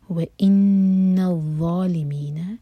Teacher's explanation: ضا کے لیے ہماری زبان اوپر والے دانتوں کو ٹچ کرے گی، پیچھے سے زبان اٹھائیں گے اور منہ بھر کر پڑھیں گے